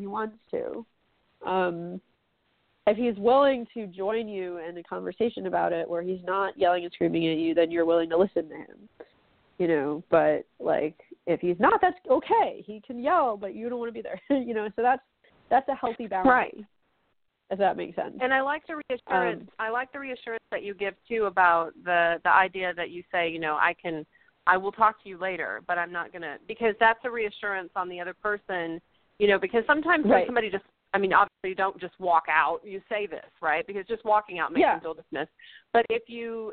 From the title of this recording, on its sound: A Call-In Show